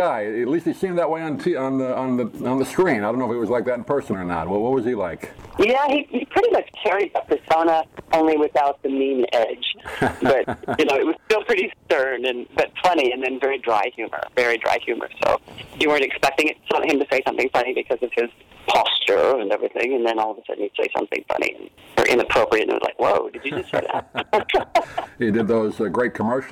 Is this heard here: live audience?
no